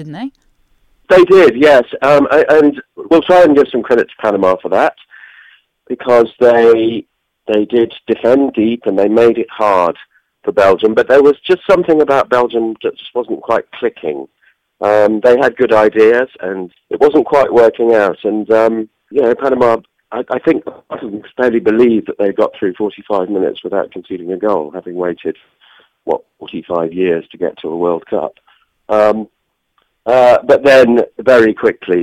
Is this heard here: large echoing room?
no